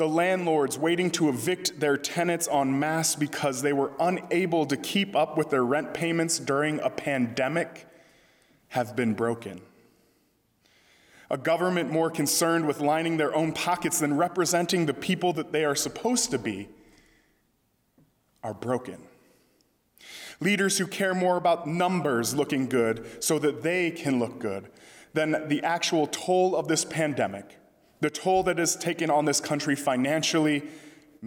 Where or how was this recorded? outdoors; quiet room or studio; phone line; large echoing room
large echoing room